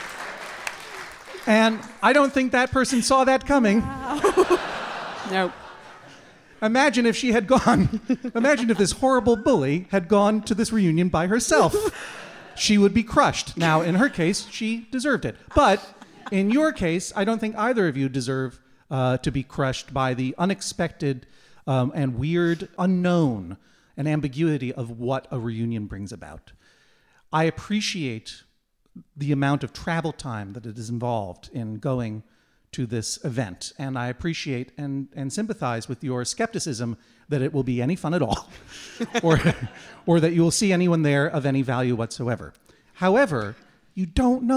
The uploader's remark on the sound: Taped in front of a live audience at Kings Place during the London Podcast Festival.